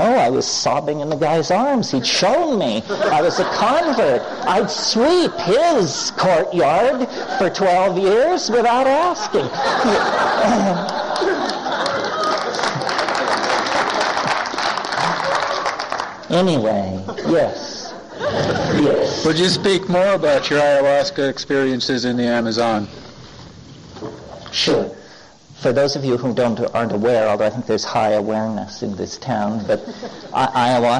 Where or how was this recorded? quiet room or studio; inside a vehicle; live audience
live audience